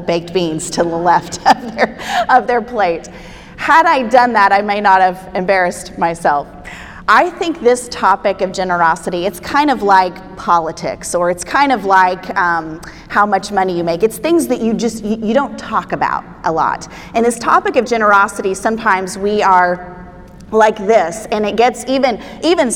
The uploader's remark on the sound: Spoke at our REFRESH conference in Nassau, Bahamas. This podcast is her teaching session on Day 01.